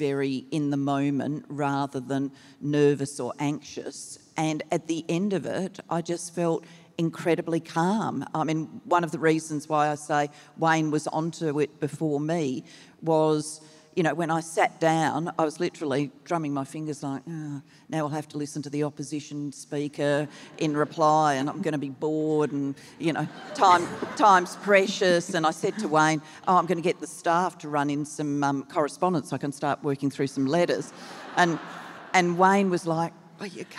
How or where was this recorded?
live audience